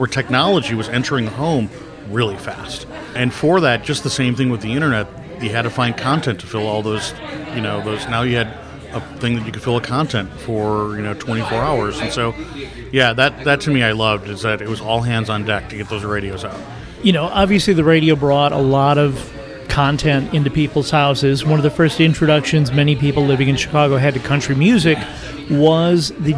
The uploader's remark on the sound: Recorded at Carol's Pub in Chicago. Recorded at Carol's Pub in Chicago.